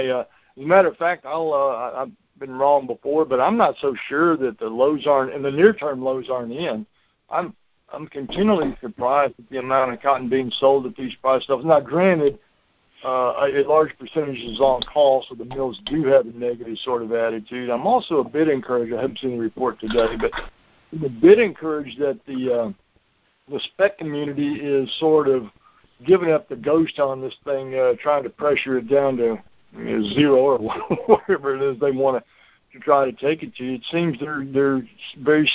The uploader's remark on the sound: Monthly Conference Call